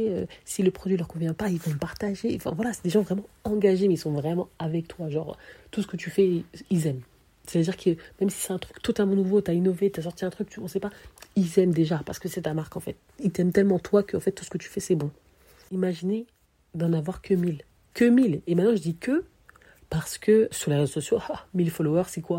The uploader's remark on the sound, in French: J’annonce tout de suite la qualité de l’audio n’est pas au top. On a enregistré l’épisode depuis son lit à 2h et avec son téléphone.